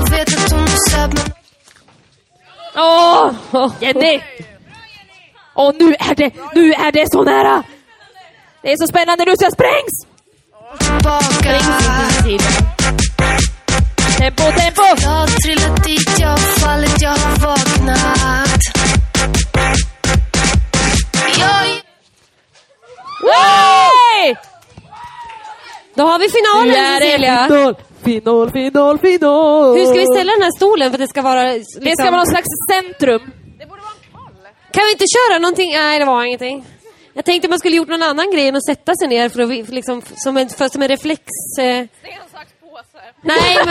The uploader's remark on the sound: LIVE inspelning fr&aring;n West Pride! LIVEPOD West Pride. Del 2 av vår LIVE inspelning från West Pride!